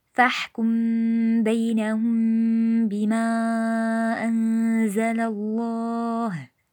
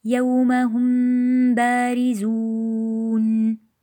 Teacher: تتمية المحتوى: ونلاحظ أن ابن الجزري شرط لحصول الإخفاء أن تكون الميم ساكنة، لأن حركة الميم تحول بين الحرفين فتمنع حدوث الإخفاء. ويتحقق إخفاء الميم بإطباق الشفتين للميم ثم ضغطهما للنطق بالباء · Term: الإخفاء الشفوي